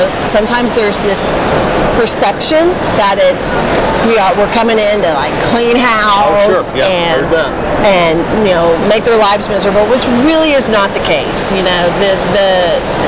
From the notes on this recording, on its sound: In this episode recorded live at the Rocky Mountain Dental Convention in Denver.